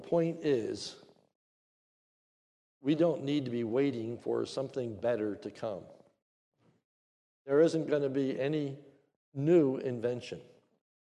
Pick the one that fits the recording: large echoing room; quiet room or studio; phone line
large echoing room